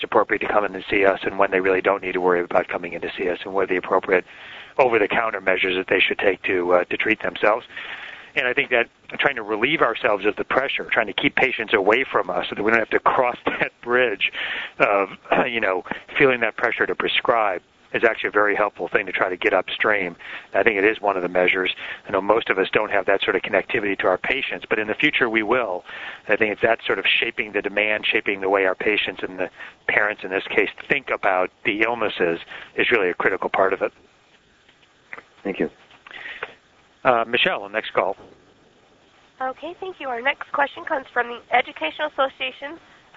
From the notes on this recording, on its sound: Author in the Room® Teleconference